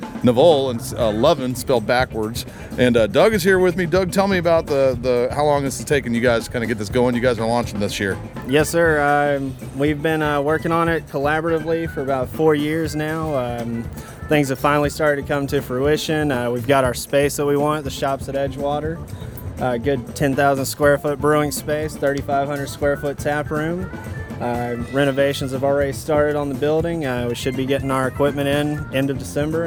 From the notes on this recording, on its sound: We made the rounds at the 2015 Baytowne Wharf Beer Festival